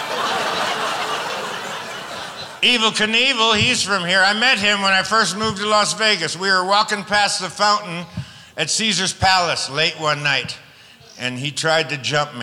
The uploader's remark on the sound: Live at the SouthPoint Casino